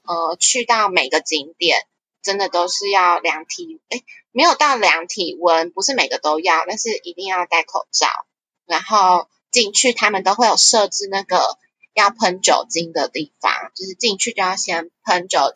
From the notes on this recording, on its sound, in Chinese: 這一集的音質因為網路不穩的關係不太好。(這就可以聊到西班牙的網路有多差了...)